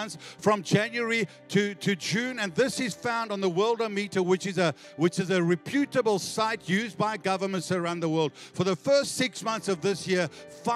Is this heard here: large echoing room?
yes